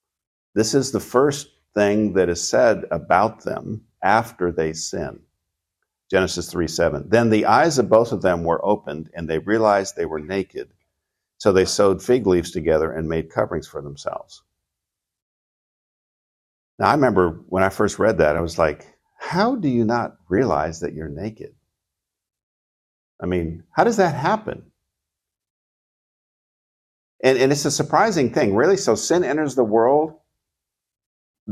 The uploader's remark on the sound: Recorded at Seabreeze Church